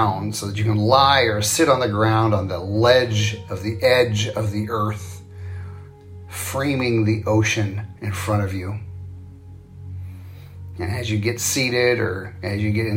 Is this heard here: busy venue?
no